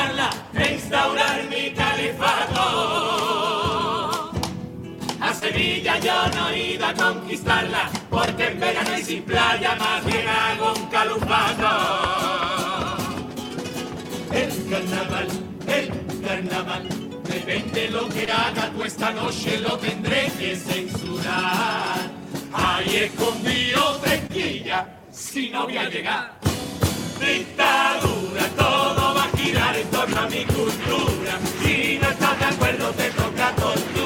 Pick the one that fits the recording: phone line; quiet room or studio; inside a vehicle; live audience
live audience